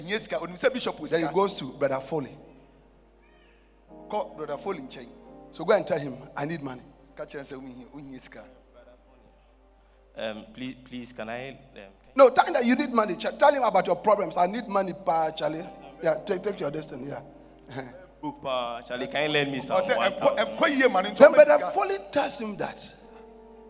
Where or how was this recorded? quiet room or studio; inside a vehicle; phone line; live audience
live audience